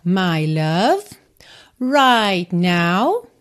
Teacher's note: você quase não ouviu o T de right